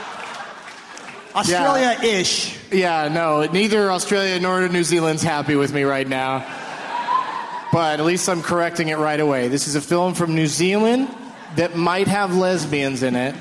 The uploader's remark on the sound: Recorded live at the Neptune Theatre in Seattle, Washington on May 23, 2014.